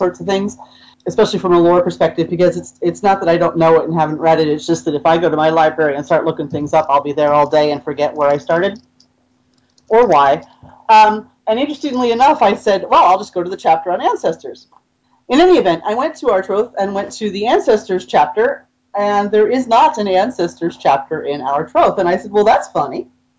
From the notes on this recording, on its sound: Troth Skype Moot. We managed to stuff almost 10 people into a single audio chat room to talk about the Ancestors.